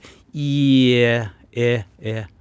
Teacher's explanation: Så e-en ligger mellom æ-en og i-en.